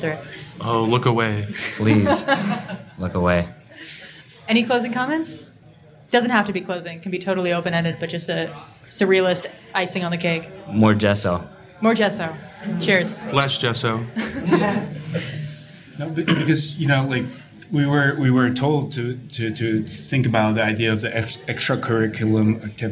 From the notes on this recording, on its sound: Panel discussion. Recorded live at Jai & Jai Gallery in Los Angeles, part of Archinect's first live-podcasting series, Next Up.